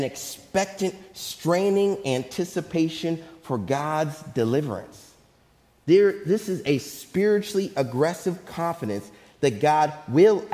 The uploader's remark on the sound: Faith Baptist Church in Hamilton, NJ.